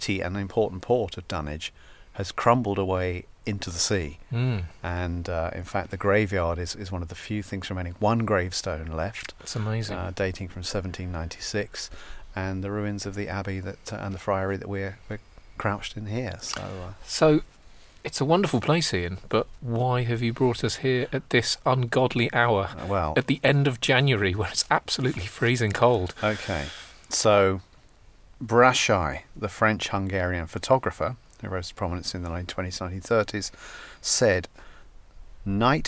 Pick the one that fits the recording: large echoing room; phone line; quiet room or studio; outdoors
outdoors